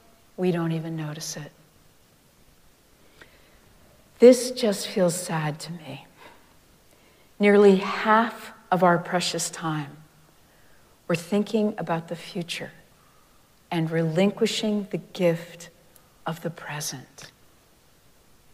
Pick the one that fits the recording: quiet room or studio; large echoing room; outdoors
large echoing room